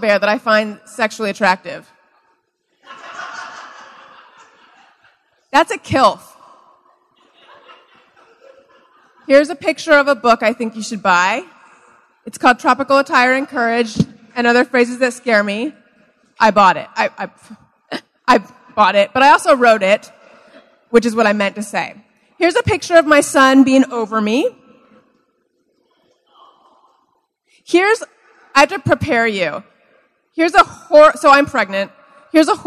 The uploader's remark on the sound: Join me onstage for a live show from the Big Adventure Festival in Costa Mesa, California.